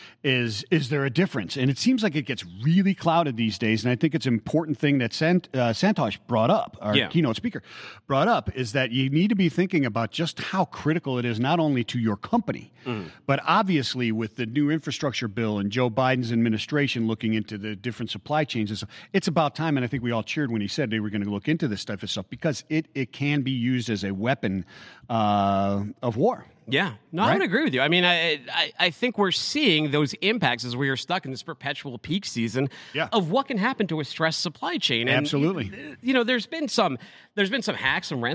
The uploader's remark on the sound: Live from FreightWaves’ North American Logistics Tech Summit